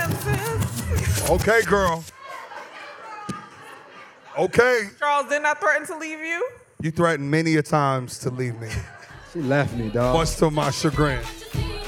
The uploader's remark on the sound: Welcome to the first ever live show of Nice & Neat the Podcast! We sold out and it was amazing! We wanted to make sure the crowd felt included in this magical experience, so we asked some of the audience members for questions. Make sure to check out this entire recording of our first live podcast!